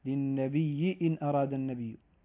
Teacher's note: يبدل الهمزة ياء ويدغمها في الياء التي قبلها فتصير ياء واحدة مشددة